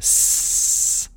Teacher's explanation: you put your hand on your throat and you go S, you feel no vibration · Term: voiceless